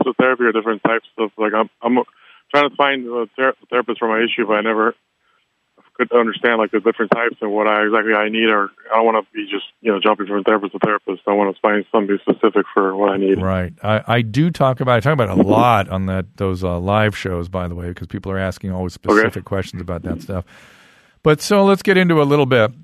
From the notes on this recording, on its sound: heads to the phone lines